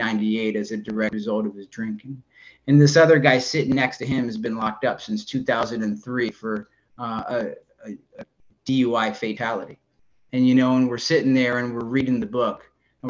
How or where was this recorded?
video call